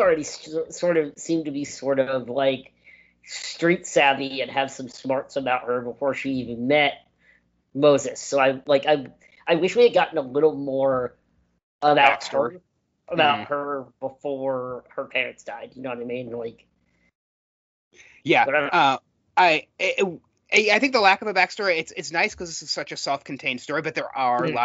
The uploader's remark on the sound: Sorry, the audio is kinda spotty this episode.